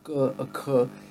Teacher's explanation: Like a k, it comes very much from the front. · Term: k sound